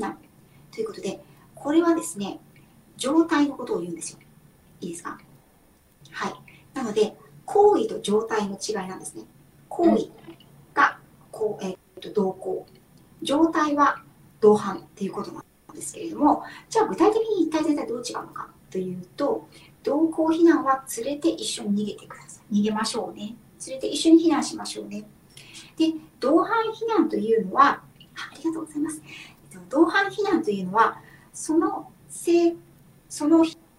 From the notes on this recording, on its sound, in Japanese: インスタライブの音源公開となります。録画の録音につき 音質が良くない点はご容赦ください。